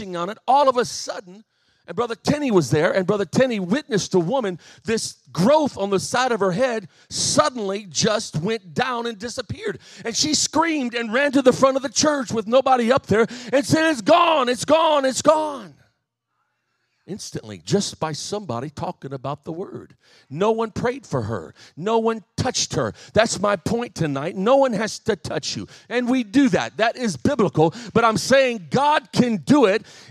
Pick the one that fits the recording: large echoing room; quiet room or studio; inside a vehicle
large echoing room